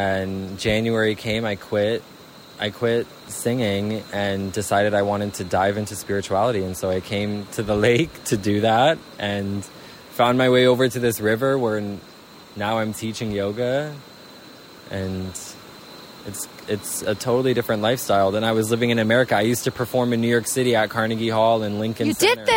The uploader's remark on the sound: live at a river bank, Guatemala